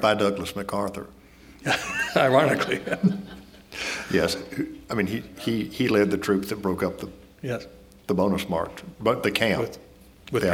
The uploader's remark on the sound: This public conversation was recorded as part of a series presented in January and February, 2018, and sponsored by the USC College of Arts and Sciences.